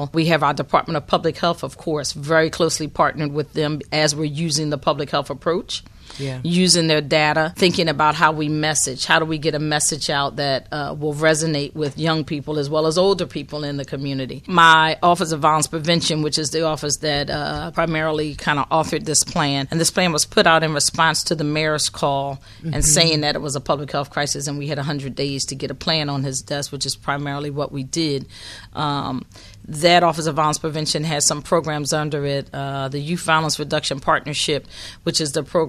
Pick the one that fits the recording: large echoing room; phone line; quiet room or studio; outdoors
quiet room or studio